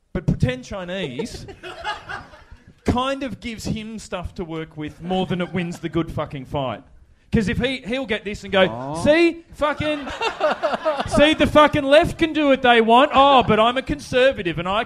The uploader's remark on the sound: Recorded LIVE at Five Boroughs in Melbourne.